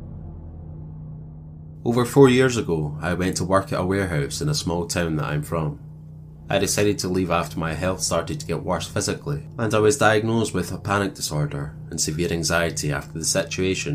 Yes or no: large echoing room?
no